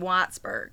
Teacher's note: You notice she really stressed that long I sound?